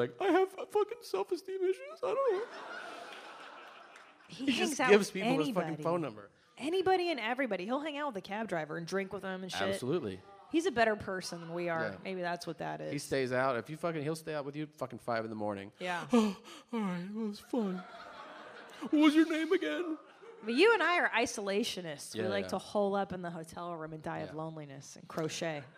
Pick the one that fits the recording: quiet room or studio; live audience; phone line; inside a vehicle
live audience